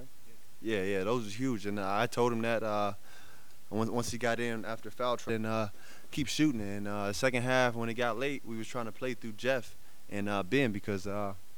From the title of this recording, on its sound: Press Conferences & Post-Game Interviews